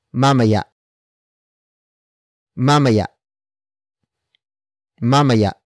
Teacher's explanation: Note the glottal stop at the end.